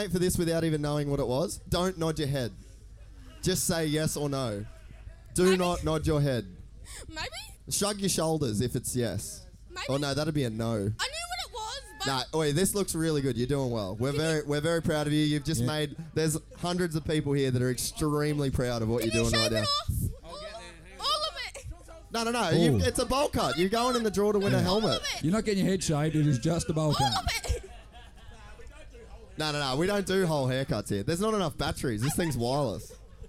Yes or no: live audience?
yes